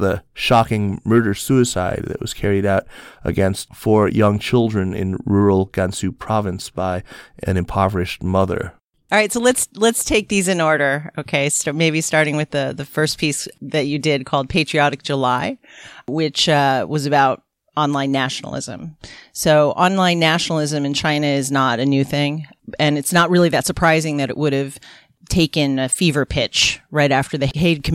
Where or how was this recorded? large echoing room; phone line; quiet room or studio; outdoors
quiet room or studio